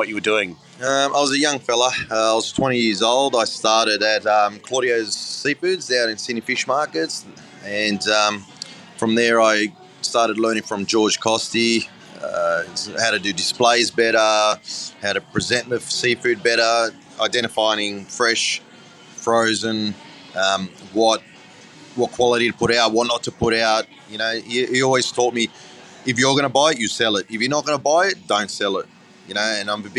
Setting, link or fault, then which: setting, busy venue